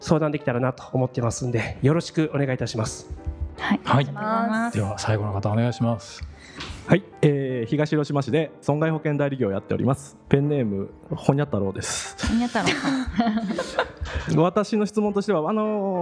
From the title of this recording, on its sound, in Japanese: 公開収録